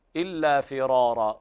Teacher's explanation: الراء للتكرار فخمت لورش، وكل القراء كذلك.